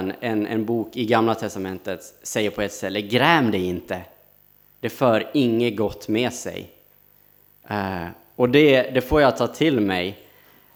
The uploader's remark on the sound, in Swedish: Inspelad under gudstjänst på Snäckan, Klintehamn.